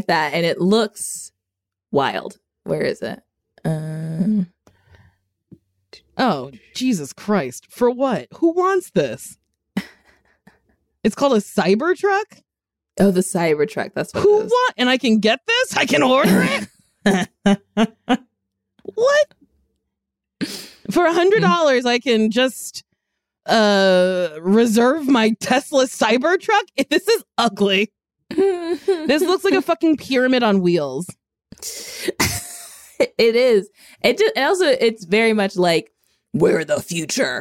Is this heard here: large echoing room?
no